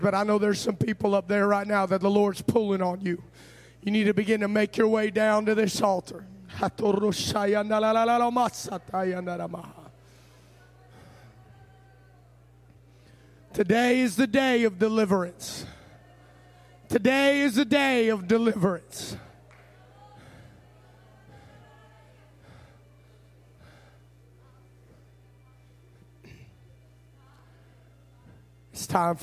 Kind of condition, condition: setting, large echoing room